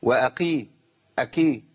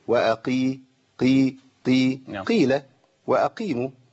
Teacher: قافات مكسورة محتاجين إن احنا إيه نضبط فيها النطق، لا تصل إلى الكاف ولا تعلو عن مرتبتها التفخيمية · Shown in: second take